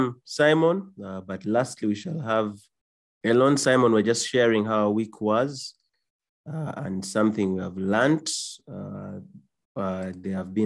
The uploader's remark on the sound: A recording from the 1st All Saints Cathedral Kampala Men's Discipleship Groups leaders' online training